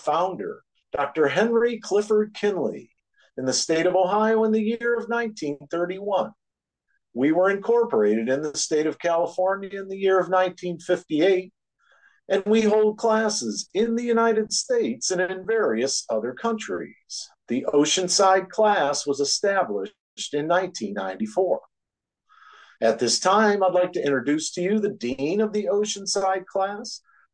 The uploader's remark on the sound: Oceanside Zoom Class